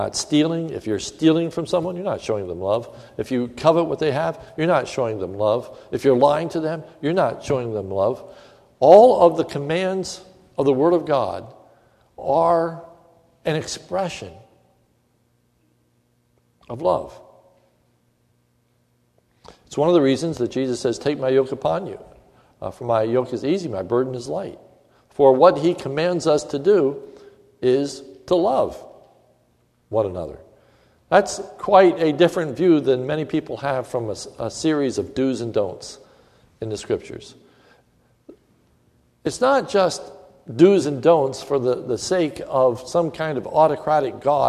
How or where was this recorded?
large echoing room